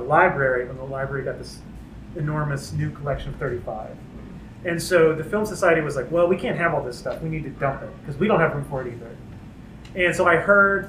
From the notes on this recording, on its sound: Listening note: Live audio from the Trylon lobby. Socially distanced. Great conversation, suboptimal audio quality.